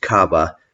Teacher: Now, just about any region can make its own sparkling wine, and many do, but there is only one DO that specializes in it, and it is called DO Cava, C-A-V-A, in Spanish pronounced Cava because the V is pronounced like a B